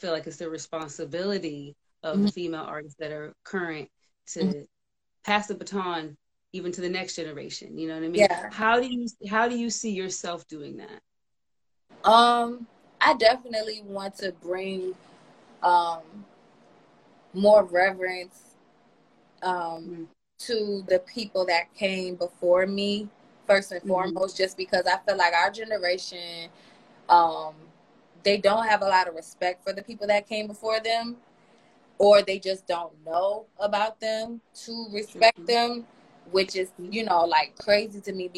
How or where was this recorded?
video call